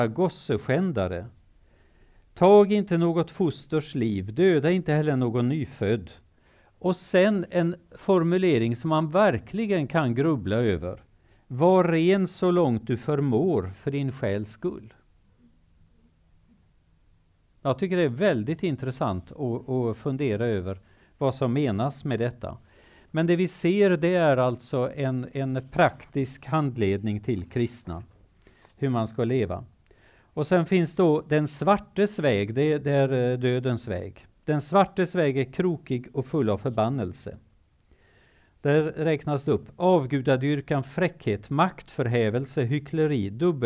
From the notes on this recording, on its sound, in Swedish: Föreläsningen är en inspelning från bibelkonferensen 2019.